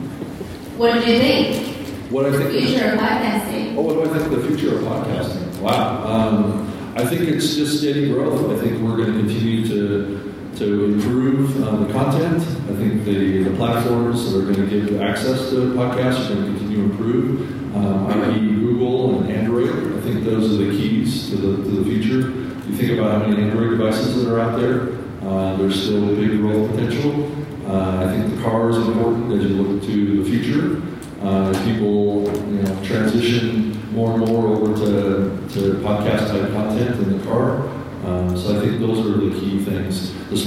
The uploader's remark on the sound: We apologize for the bad audio quality but we did not have a direct connection to the sound board. This was recorded at NAB 2019 at the podcast panel, Trusted voices of podcasting.